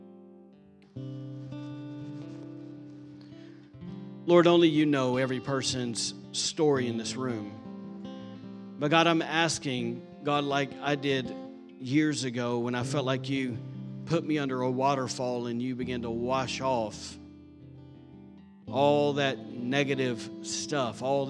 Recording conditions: large echoing room